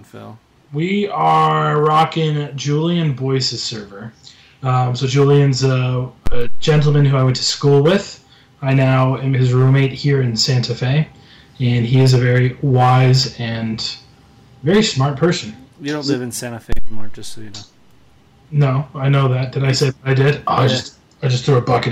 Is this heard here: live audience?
no